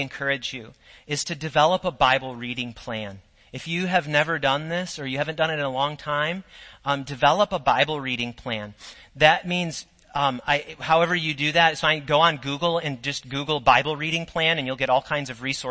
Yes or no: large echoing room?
yes